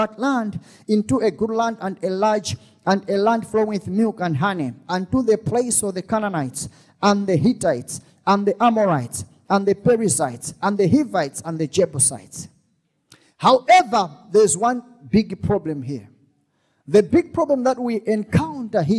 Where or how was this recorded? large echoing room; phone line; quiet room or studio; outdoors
large echoing room